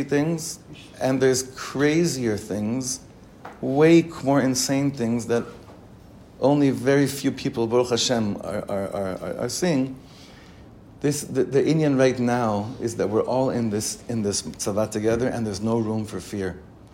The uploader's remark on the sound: The words in this recording were shared this morning in Shirat David, after davening.